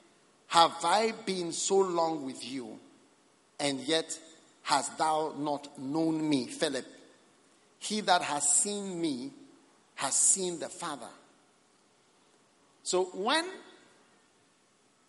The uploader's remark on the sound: Preached at The Experience Service, First Love Church.